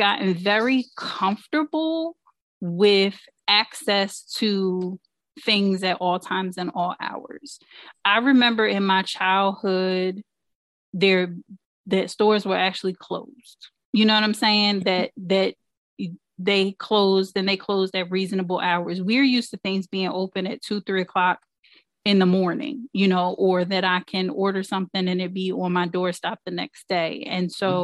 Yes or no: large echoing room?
no